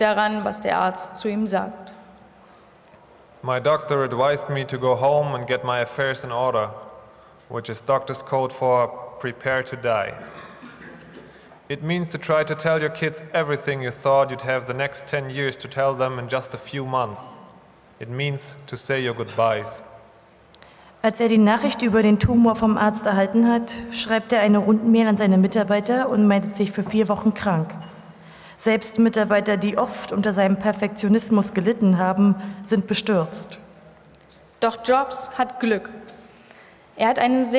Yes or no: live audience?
yes